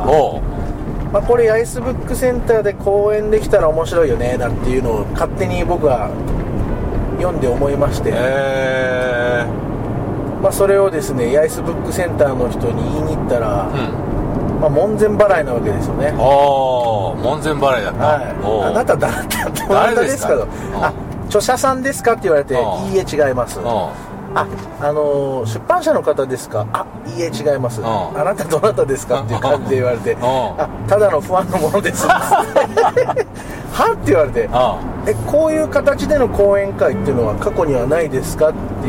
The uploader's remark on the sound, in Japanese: ドライビング対談収録をいたしました